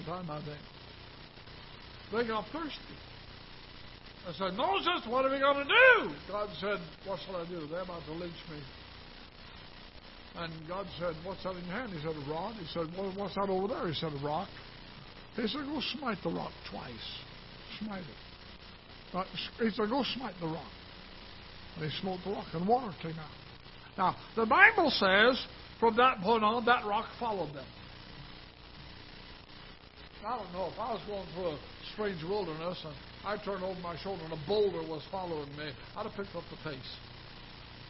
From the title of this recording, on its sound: Ketha Heights Baptist Church ~ Live Broadcast